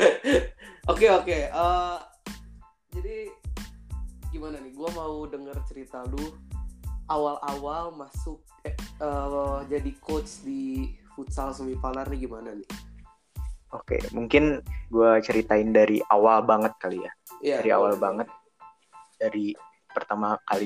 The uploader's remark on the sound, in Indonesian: Semua podcast gue dibuat pake anchor dan online dari dua sumber. Jadi maaf bila ada beberapa omongan yang engga nyambung. Itu mungkin masalah internet pas rekaman, atau internet kalian, atau emang guenya yang ga nyambung.